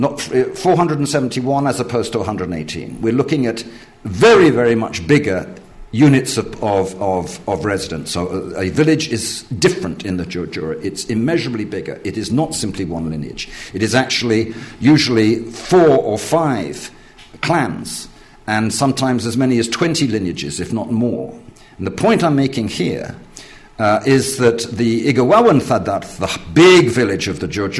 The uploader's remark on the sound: In this lecture and book launch.